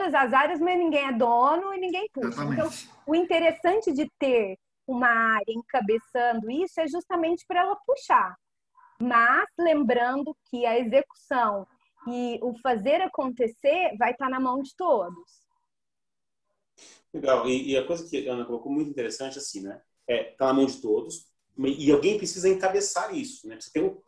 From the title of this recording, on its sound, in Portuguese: Áudio Webinar